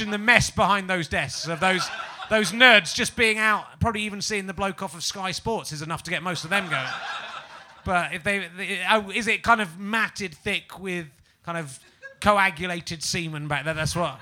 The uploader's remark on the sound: Edinburgh Fringe Podcast 2011. Luckily today's podcast audience aren't weird - well not in that way.